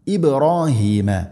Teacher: ബാ സുക്കൂൻ, ഖൽഖല ചെയ്യണം, ശരിക്കും കേൾക്കണം